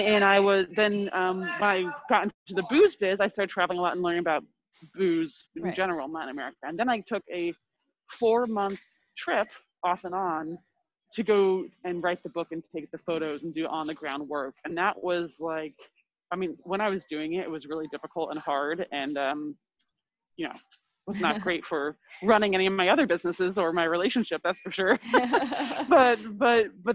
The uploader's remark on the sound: We had a pretty bad connection, but above is our brief conversation, which got cut off right at the end.